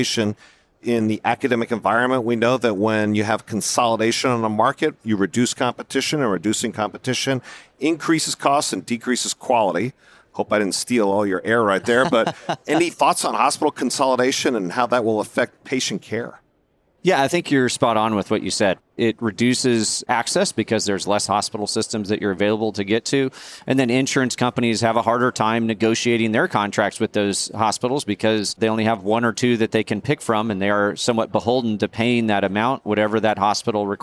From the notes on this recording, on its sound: Recorded live at the 2023 Annual Meeting.